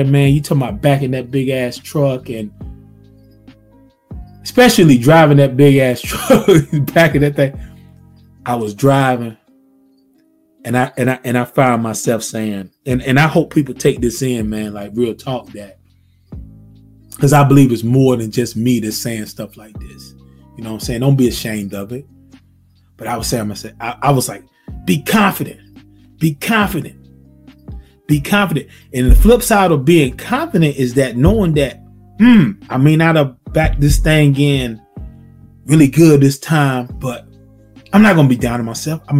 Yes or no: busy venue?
no